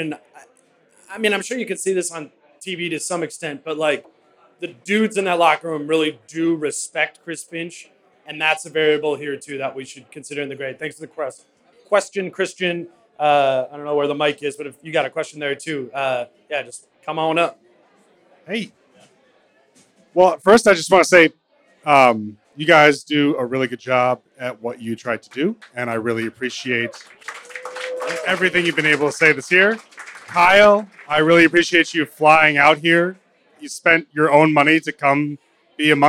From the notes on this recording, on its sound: Live At Falling Knife Brewing. Live from Falling Knife Brewing Company. Then they take questions from listeners live from the taproom.